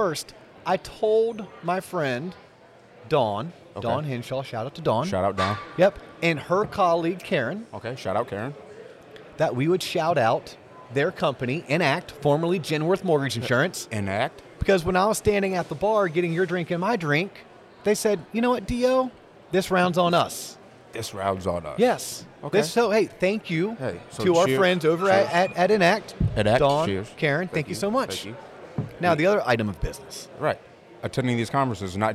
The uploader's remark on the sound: On location from the Mortgage Bankers Association of Florida’s annual convention